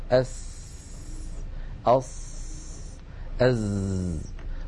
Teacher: الصوت خارج من الحنجرة فيصل إلى الفم فيصطدم بعض الصوت بالصفحة الداخلية للأسنان العليا وبعضه بالصفحة الداخلية للأسنان السفلى · ومجموع هذا العمل كله يتابع طريقه إلى الخارج فينشأ صوت هو صوت السين ناتج من اصطدام الهواء بالصفحة الداخلية للثنايا العليا ومن اصطدامه بالصفحة الداخلية للثنايا السفلى ومن مروره بين الأسنان كل هذا على بعضه يشكل لنا حرف السين أو حرف الصاد